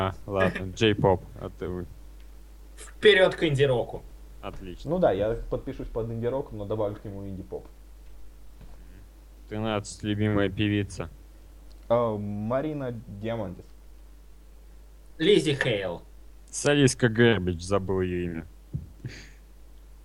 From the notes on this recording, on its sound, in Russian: Это старый выпуск подкаста, не имеющий чёткого формата, записанный в не очень высоком качестве и являющийся, по сути, просто болтовнёй трёх друзей.